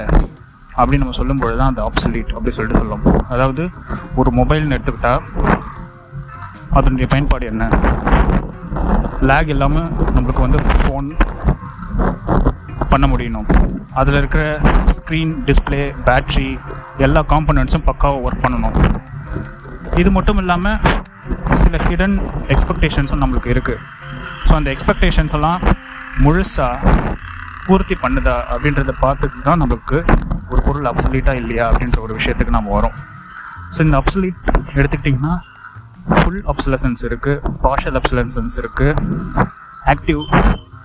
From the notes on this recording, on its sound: Sound recorded in a breezy road while walking and mixed through DOLBY software.